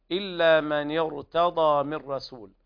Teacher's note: الراء تفخم في قوله تعالى من يرتضى، لأن الكسر قبلها عارض